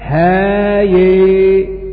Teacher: وأما ابن عامر وحمزة فتح الهاء وأمال الياء